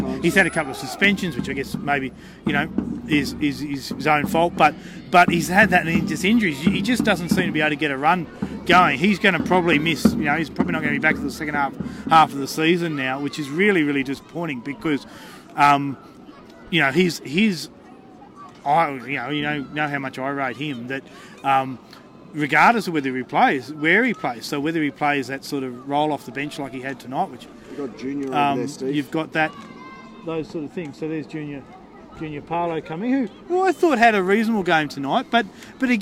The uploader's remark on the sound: on location at Canberra Stadium for The Greenhouse Live